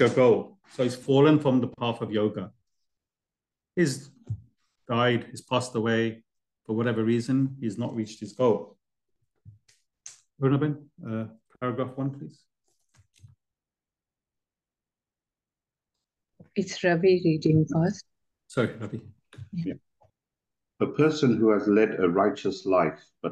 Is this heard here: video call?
yes